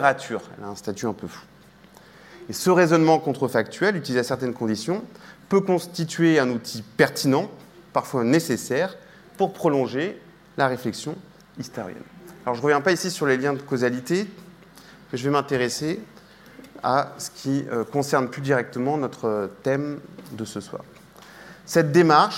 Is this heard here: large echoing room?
yes